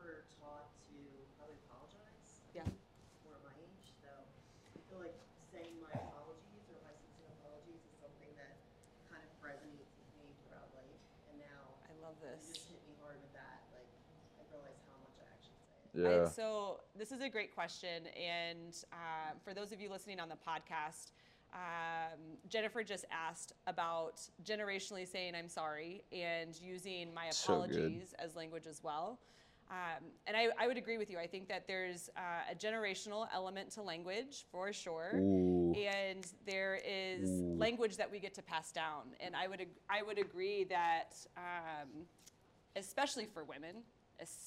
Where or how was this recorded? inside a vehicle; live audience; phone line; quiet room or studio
live audience